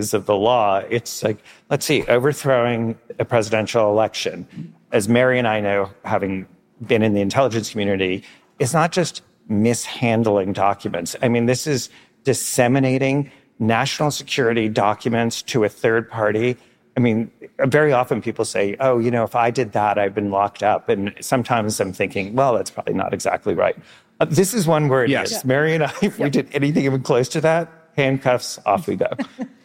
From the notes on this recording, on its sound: podcast tour at the Texas Tribune Festival in Austin.